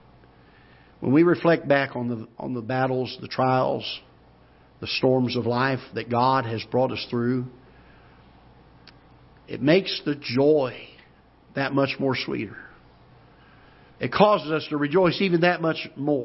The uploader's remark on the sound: Ketha Heights Baptist Church ~ Live Broadcast.